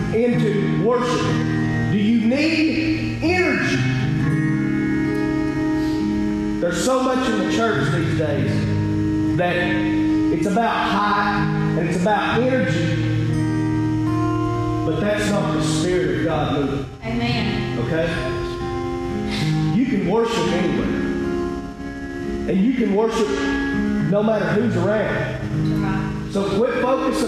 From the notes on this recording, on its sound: This episode was taken from the LIVE Wrestling For The Faith service in McDonald, TN!